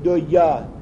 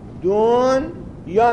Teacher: دنیا نمیگیم دویا، دون یا میگیم، یعنی نون ساکنه رسیده به یه ادغام نمیشه · Shown in: second take